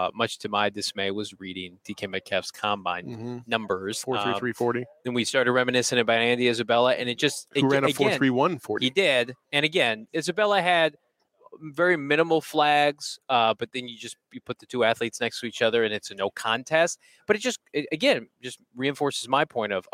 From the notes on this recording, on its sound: live from the NFL Combine in Indianapolis!